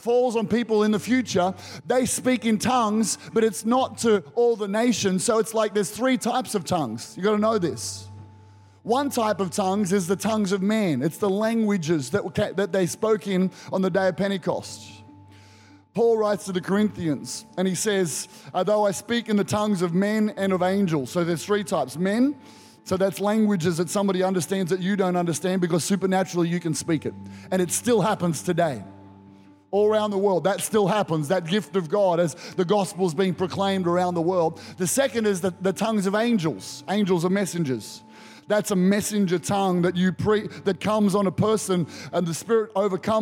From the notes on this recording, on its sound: Recorded during our 9am service